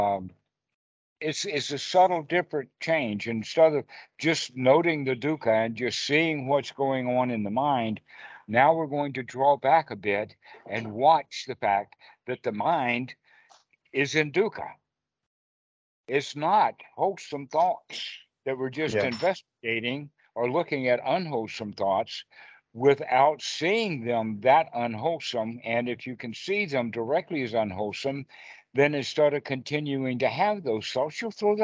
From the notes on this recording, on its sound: skype calls on this channel